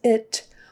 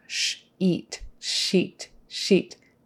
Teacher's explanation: Just make sure you get your tongue back for the E sound, E, not I. · Shown in: second take · We don't want to put SH plus it.